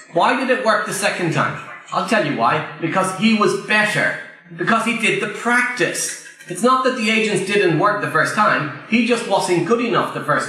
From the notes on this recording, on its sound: Live at PPN Blackfriars